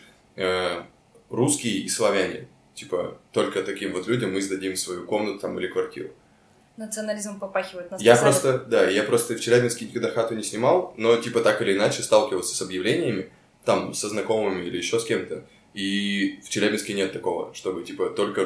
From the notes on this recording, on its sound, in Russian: Обещаем работать над звуком